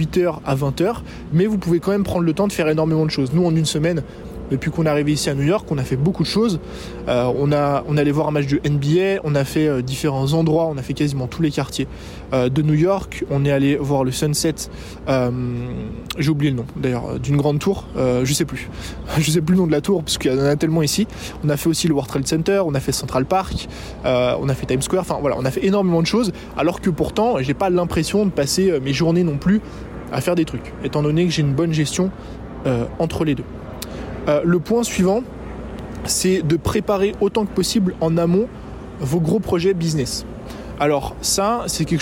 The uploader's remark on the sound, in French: Vlog New York. Que j'enregistre dans un parc à New York.